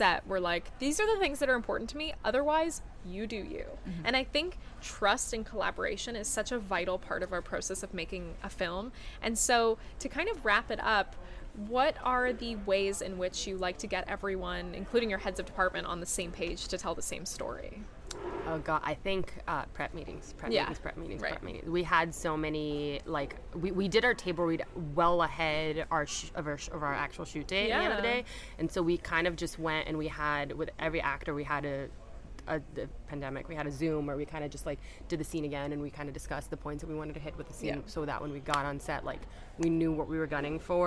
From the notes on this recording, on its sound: We are live, on-location at the TCL Chinese Theatre for the 19th annual Oscar Qualifying HollyShorts Film Festival. HollyShorts LIVE. We are live, on-location at the TCL Chinese Theatre for the 19th annual Oscar Qualifying HollyShorts Film Festival.